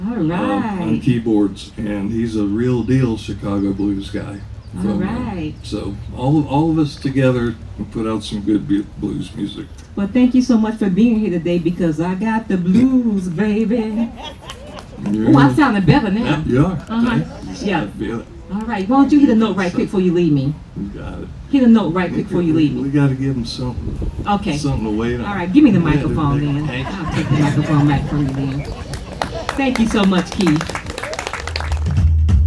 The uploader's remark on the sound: The "International Jazz Art & Blues Festival" which took place on Sunday, April 30th at the Tuscawilla Art Park, Ocala Florida. Conducted a set of live interviews at the event.